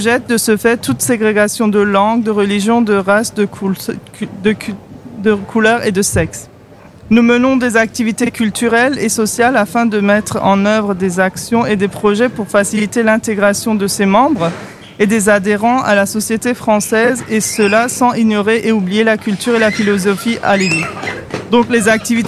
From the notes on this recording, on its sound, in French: AZUR FM a délocalisé ses studios. En direct depuis la place d'armes (scène brasserie le fox) dans le cadre de la fête de la musique.